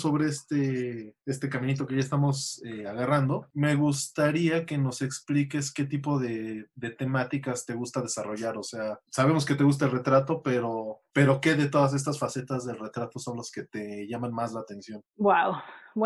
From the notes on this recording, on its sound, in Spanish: Durante el confinamiento del 2020. Una entrevista vía zoom.